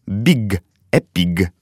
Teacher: Только на конце звук г не оглушай.